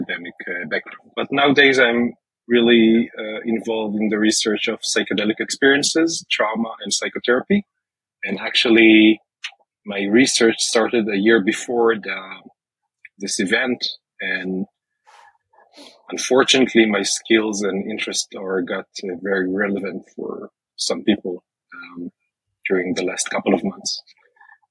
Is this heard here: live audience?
no